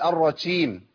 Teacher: انا بدل ما يلتصق لساني في الجيم التصاق كامل كده محكم، ايه اللي بيحصل؟ بخلي فيه تراخي فاعمل التفشي ده